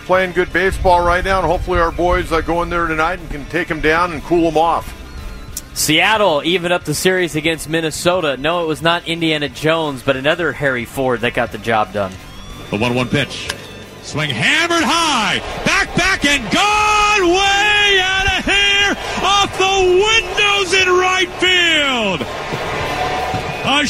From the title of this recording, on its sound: Live from Del Mar Opening Day